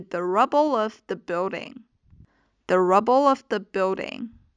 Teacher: 这个 rubble 和这个 of 是可以连读的